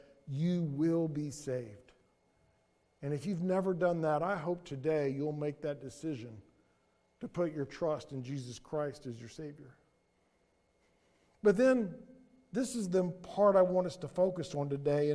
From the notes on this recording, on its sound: Sermon audio from Mission Church in Locust, NC.